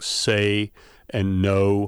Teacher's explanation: And you can hear it, I think, in all three of those, where in the speech of most Americans, you get something that's fairly diphthongal. You have sort of two vowel qualities.